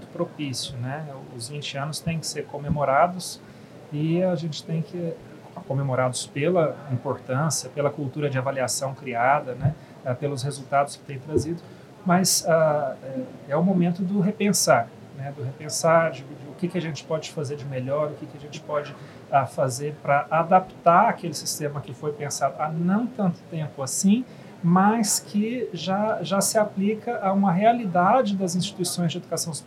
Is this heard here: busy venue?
yes